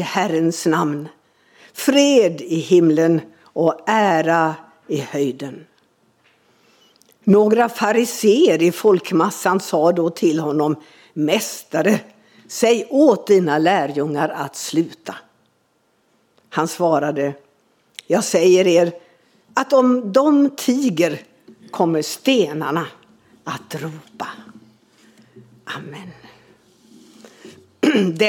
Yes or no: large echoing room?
yes